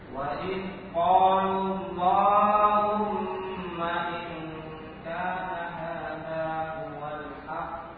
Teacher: huruf dal sukun jangan sampai terpantul suara sukunnya, biar mengalir saja.